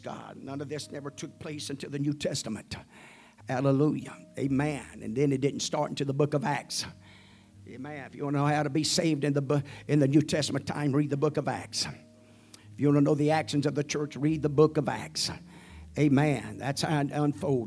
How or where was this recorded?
large echoing room